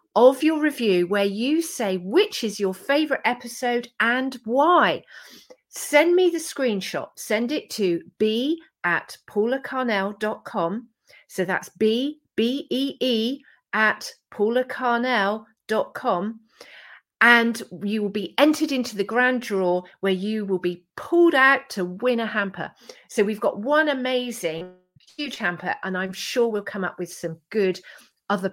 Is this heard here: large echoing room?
no